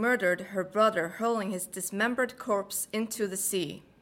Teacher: The R's are American, and therefore the accent tends to be rhotic as well